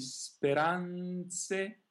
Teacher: Here the R is just a single flip because it's between two vowels. But just like in the other case, the A here is the stressed syllable, so the tendency is to want to roll the R before it incorrectly. · But just like in the other case, the A here is the stressed syllable, so the tendency is to want to roll the R before it incorrectly. Then we have the N followed by Z, so we want to really lengthen the N, almost to double it, because the N is a voiced consonant.